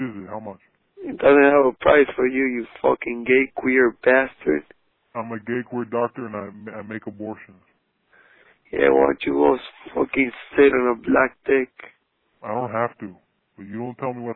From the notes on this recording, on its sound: Prank Phone Calls